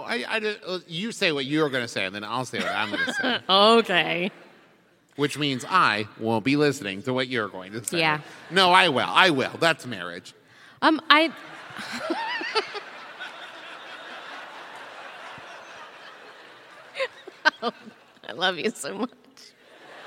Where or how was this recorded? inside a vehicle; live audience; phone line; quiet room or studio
live audience